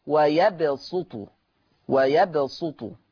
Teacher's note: حفص يقرأ بالسين، أما ورش فيقرأ بالصاد الخالصة